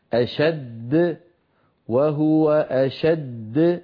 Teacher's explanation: آخرها دال مشددة، يعني دال ساكنة بعدها دال متحركة في الوصل، فإذا وقفنا عليها لابد من بيان الدالين بهكذا أشد وهو أشد، فنبين الدال الأولى من الدال الثانية.